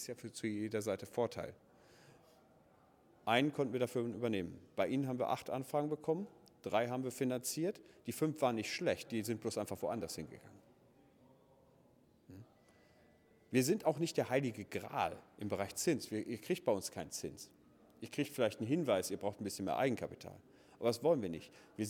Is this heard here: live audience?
yes